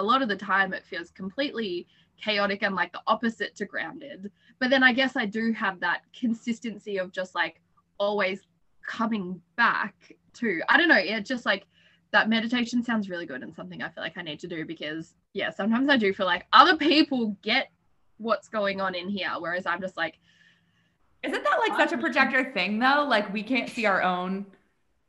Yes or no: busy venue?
no